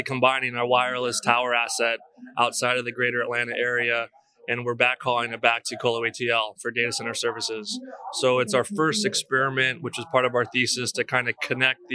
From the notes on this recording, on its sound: Live from PTC'20